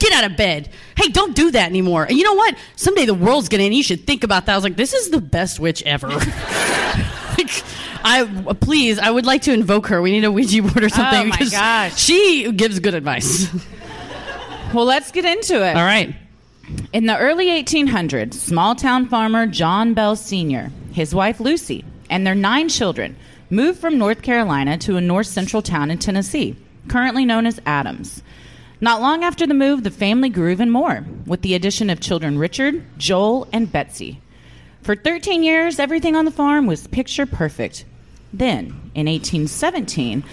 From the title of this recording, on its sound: Live at Dallas Comedy House